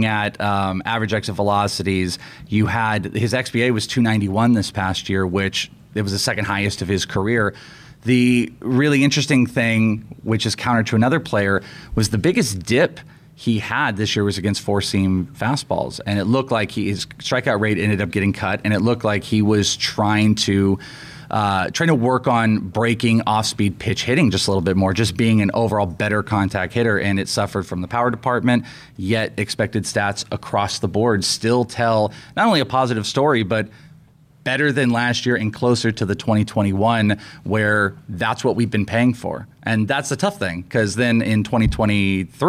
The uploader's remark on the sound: We're podcasting LIVE from First Pitch Arizona!